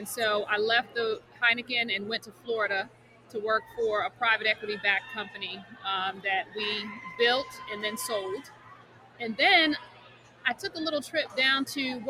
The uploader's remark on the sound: Live from New Orleans for Black Cannacon. Live from New Orleans for Black Cannacon.